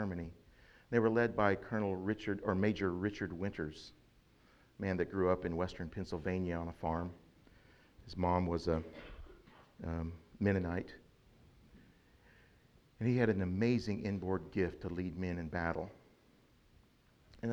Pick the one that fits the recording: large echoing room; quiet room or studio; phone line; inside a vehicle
large echoing room